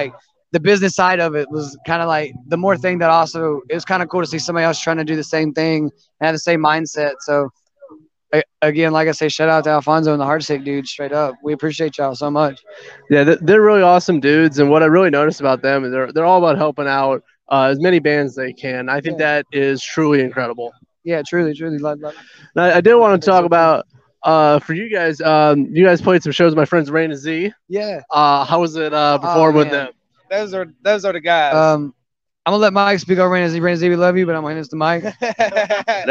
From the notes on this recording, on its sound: This interview was filmed live on location at Michigan Metal Fest in Battle Creek, Michigan on August 13th, 2022.